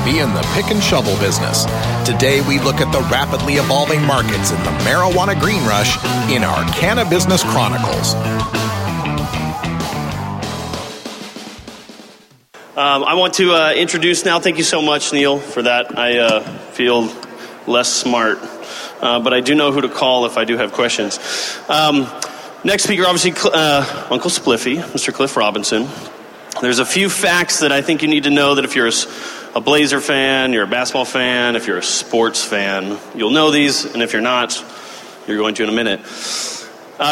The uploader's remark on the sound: From the 2016 Cannabis Collaborative Conference in Portland